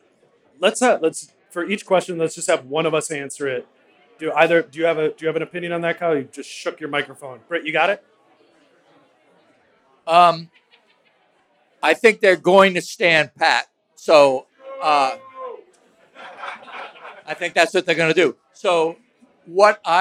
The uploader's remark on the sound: Live At Falling Knife Brewing. Live from Falling Knife Brewing Company. Then they take questions from listeners live from the taproom.